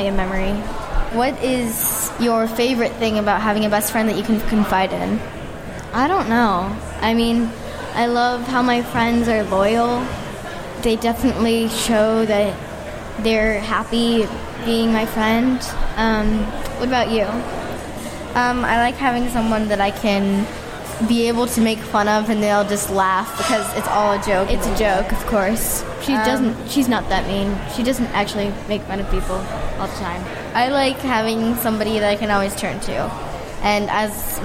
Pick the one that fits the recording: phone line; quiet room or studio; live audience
live audience